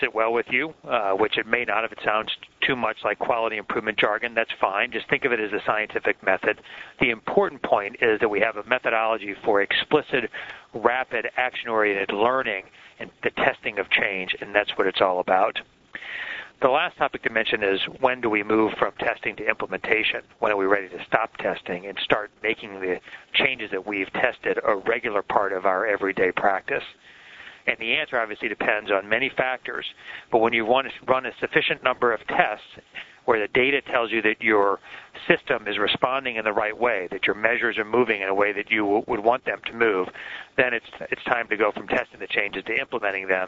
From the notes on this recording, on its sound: October 2005 Author in the Room® Teleconference